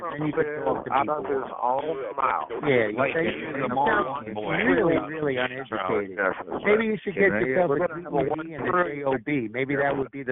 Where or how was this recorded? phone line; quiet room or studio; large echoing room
phone line